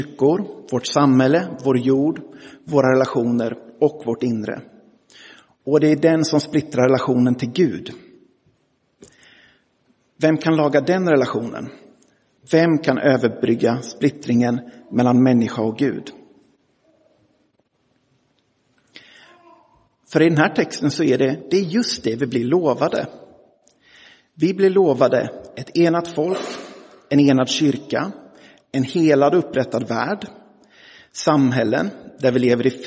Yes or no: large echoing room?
yes